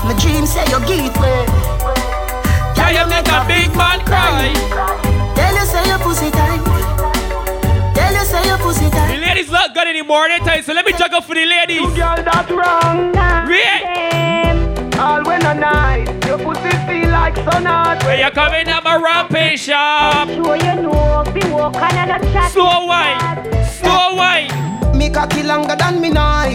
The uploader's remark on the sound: This is recording of me performing live at TEAR UP Cruise Oct 8th on the MV DREAM CHASER